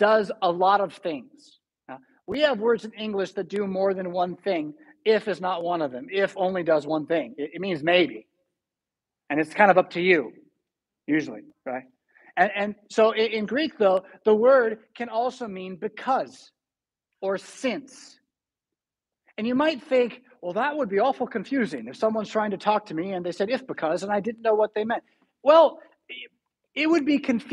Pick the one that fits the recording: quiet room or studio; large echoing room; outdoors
large echoing room